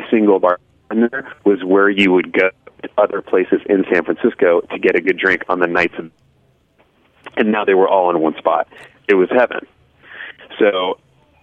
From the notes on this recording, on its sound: joined via the phone lines